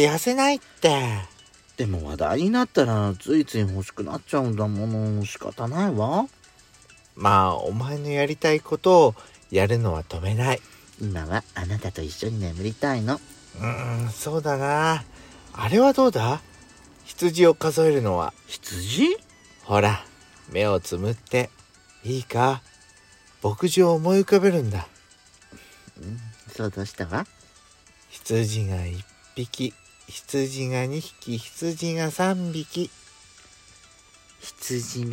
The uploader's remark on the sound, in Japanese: パーキング収録。